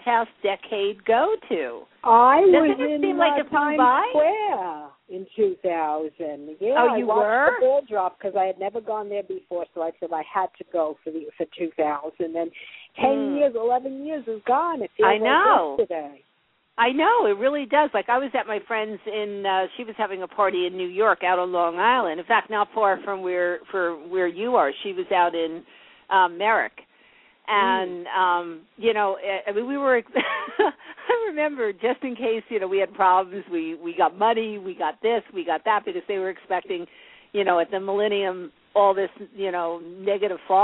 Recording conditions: phone line